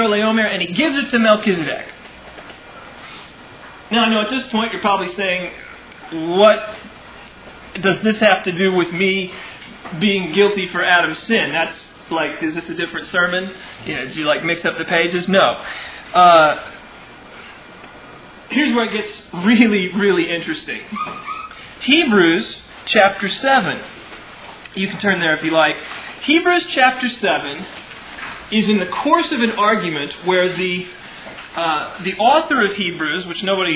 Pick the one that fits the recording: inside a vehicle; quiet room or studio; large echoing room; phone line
large echoing room